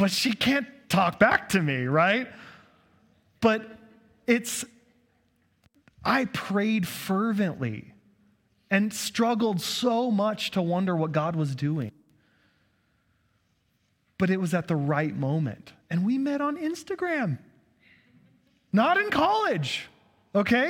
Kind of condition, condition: setting, large echoing room